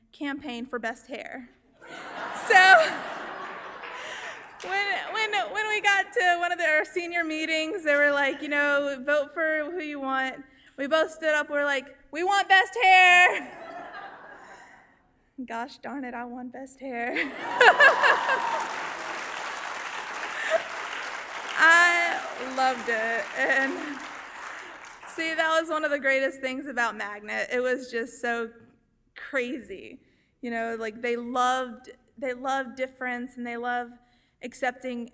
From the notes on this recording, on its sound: Stepped onto the stage of the Woman's Department Club in Shreveport to share her story during "All Y'all Live: Ladies Night". Our audience heard first-hand.